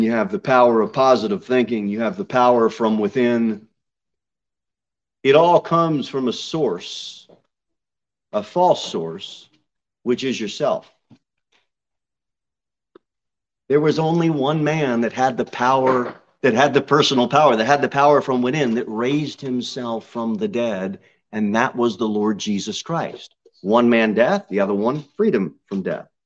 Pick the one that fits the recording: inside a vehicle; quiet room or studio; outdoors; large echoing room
large echoing room